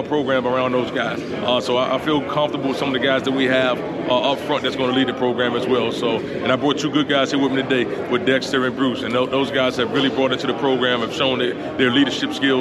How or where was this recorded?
busy venue